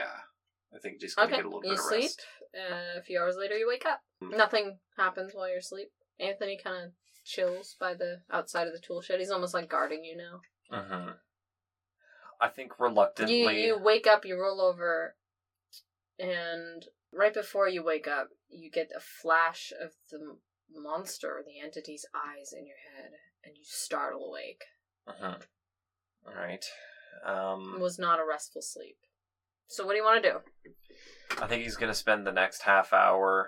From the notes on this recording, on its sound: The audio is not very good. This episode was recorded BEFORE we got new recording equipment, so please bare with the not-so-great audio.